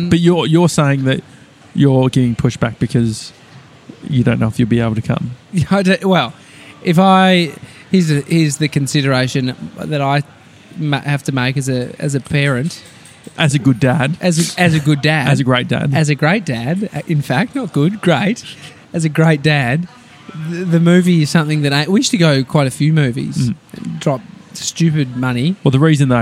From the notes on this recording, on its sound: we're live from Donut King in Rowville!